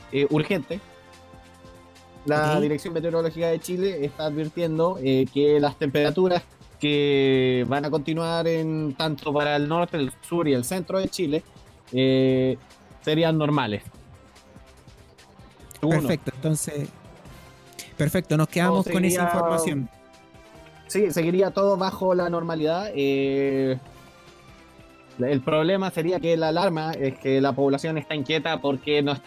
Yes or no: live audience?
no